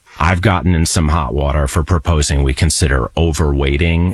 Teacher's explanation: Kind of that Northeast intellectual, very effeminate, vocal fry-y voice.